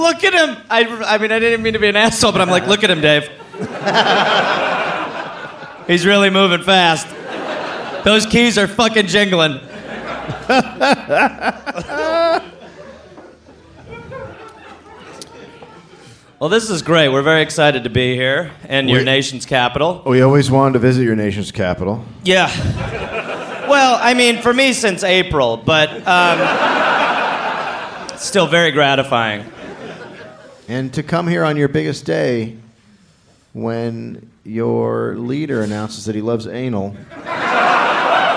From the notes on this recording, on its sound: Live in Australia. Live in Canberra, Australia.